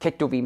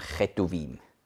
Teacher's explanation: Und wenn vorher ein Vokal ist, dann weicht man das auf und sagt dann nicht Ketuvim, sondern Chetuvim · Shown in: second take